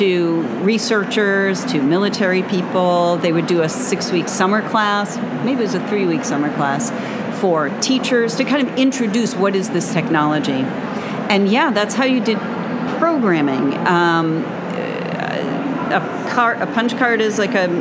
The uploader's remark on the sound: LIVE from the ALA 2023 show floor